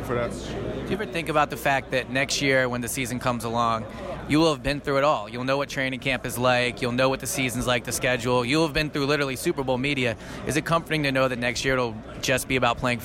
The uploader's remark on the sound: Recorded from Radio Row at Super Bowl 52